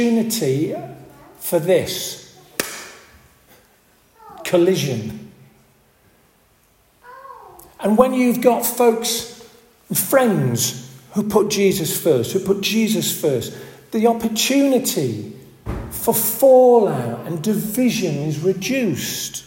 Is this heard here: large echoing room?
yes